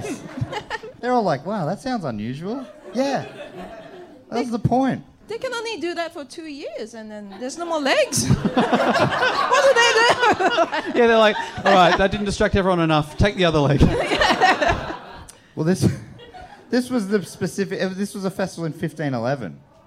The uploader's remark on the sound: The fourth episode was recorded live in Brisbane at Good Chat Comedy Club.